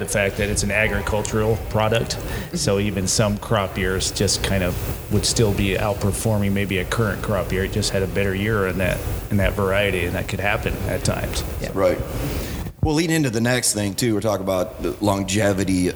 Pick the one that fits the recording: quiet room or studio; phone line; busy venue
busy venue